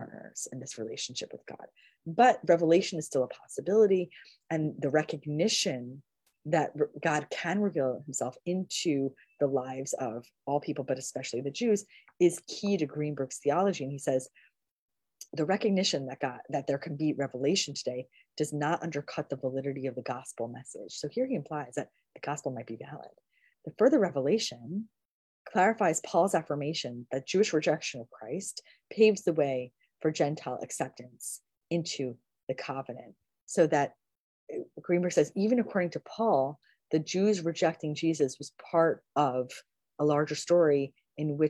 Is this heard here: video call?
yes